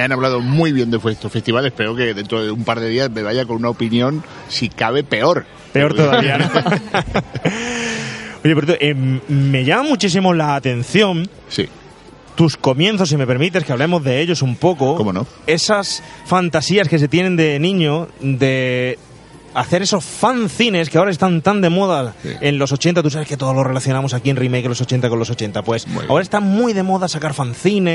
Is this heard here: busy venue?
yes